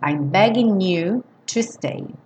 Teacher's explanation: a gente não soa o G, do N já liga no you.